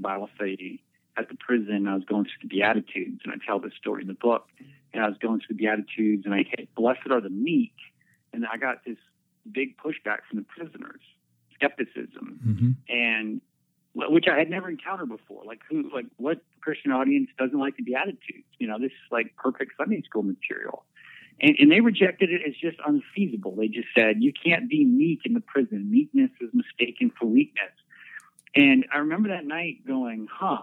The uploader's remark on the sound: Out of respect I kept our time on the phone to an hour.